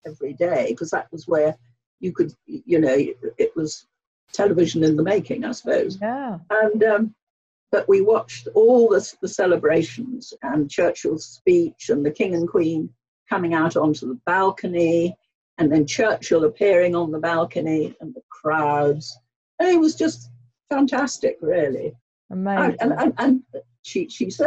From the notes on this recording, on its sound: a virtual tea party over Zoom